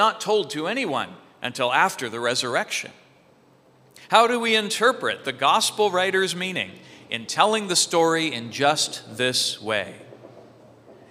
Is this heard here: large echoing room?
yes